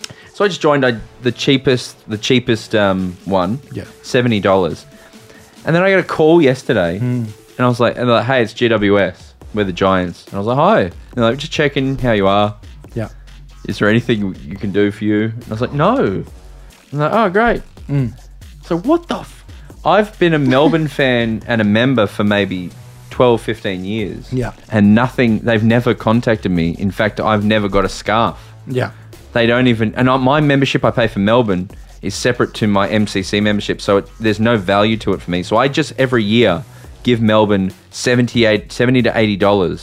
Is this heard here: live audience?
no